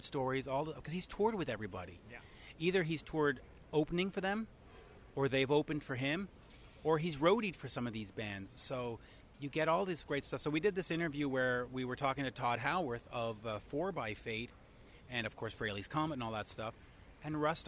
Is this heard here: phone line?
no